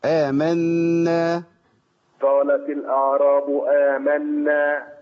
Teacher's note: ركب غنة فيها وإذا حد كلمك عليها. يعني مشي فيها صوت من الأنف